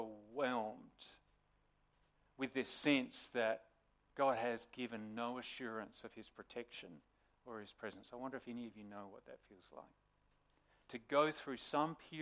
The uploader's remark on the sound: Sermon recorded live on the 13th August 2023 at Morley Baptist Church